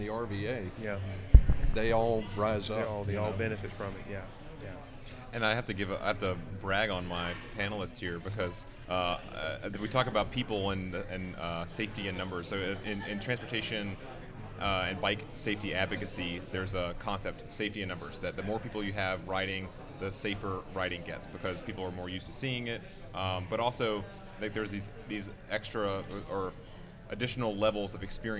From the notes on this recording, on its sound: This week is a Live episode recorded at Starr Hill Brewery as a part of Bike Month 2022 in Richmond, VA. There was an awesome panel assembled to discuss biking in the area.